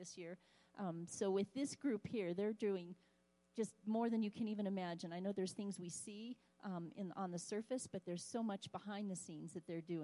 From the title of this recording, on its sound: Woodland Life Church Live